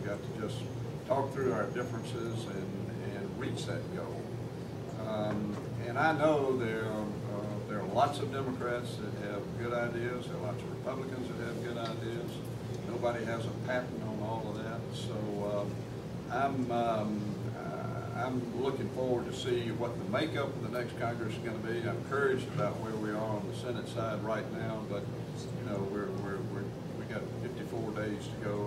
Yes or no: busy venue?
yes